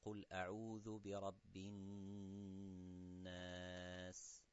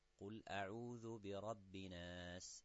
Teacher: that Ghunna for 2 seconds from your nostrils · Shown in: first take